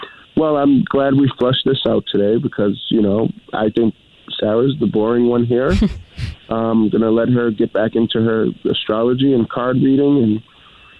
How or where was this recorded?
phone line